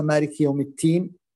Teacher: وبعض الأطفال يقرأها مالك يوم التين ولا يعني يخرج الدال تاء